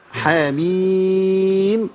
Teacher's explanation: الميم حرف بيمد ست حركات في سوره الشورى. حاميم لابد من المد دوت.